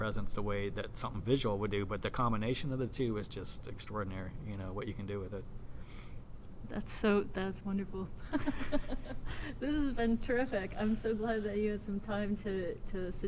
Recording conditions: busy venue